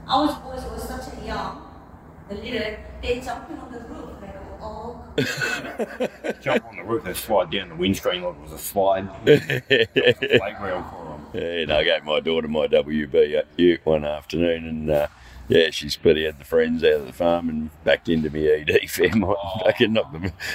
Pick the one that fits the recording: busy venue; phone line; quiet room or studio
busy venue